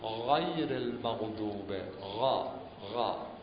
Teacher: غین باید از ناحیه حلق بیاد